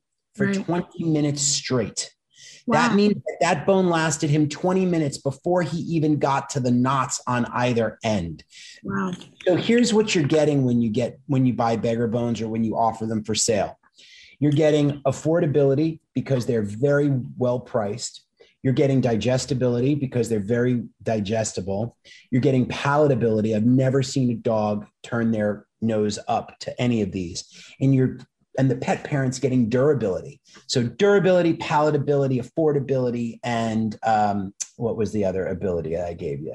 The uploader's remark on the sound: Listen in on a very tradeshow like conversation.